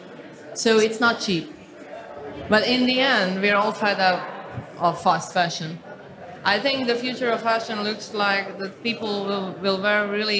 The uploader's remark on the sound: Live Audience Panel